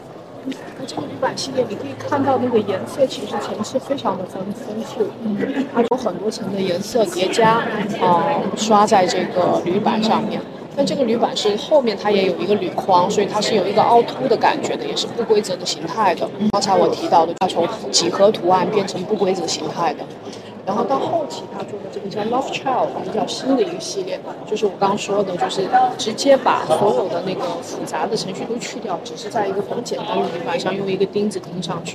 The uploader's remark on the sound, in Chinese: ART021现场快问快答。现场观展客人众多，杂音较重还请听众谅解。本次我们特别邀请了Art021现场的画廊主理人等接受我们的快闪提问与部分作品导览解读。